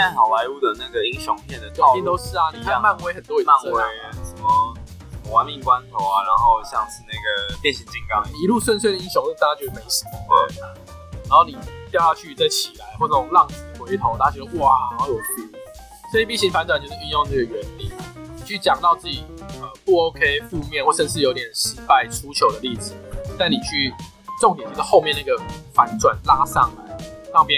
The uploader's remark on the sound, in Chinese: 本集音檔為 2019 年錄製，錄製時收錄較多環境雜音，已降噪處理加上背景音樂